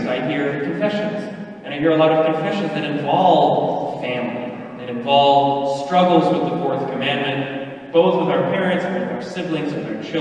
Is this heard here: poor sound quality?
yes